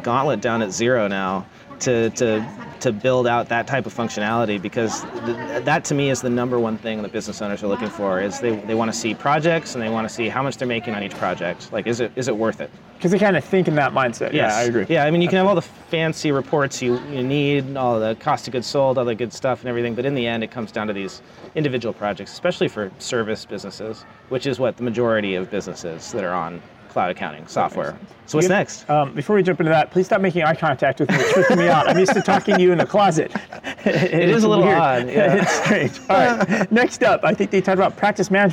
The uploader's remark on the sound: LIVE from QuickBooks Connect! LIVE at QuickBooks Connect in San Jose.